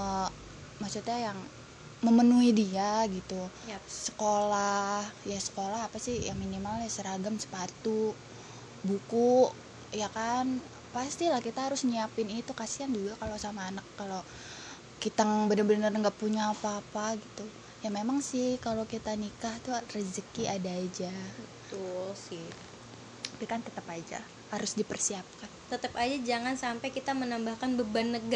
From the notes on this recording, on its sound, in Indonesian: Kalo denger suara noise itu kipas angin guys kita ga bikin podcast ditengah badai kok.